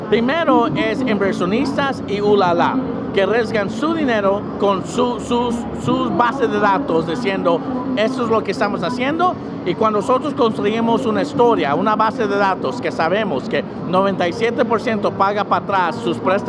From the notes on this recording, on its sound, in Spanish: en vivo desde talendland 2019